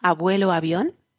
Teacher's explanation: Luego dentro, intervocálica suena más suavita, pero suena igual.